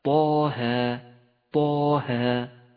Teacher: والآن نبدأ بسورة طه مع الحروف المقطعة في مطلعها طه طه، يمد الطاء بمقدار حركتين وكذلك الهاء طه. ولاحظ أن حرف الطاء حرف مفخم حتى في هذا الموضع، وحرف الهاء حرف مرقق حتى في هذا الموضع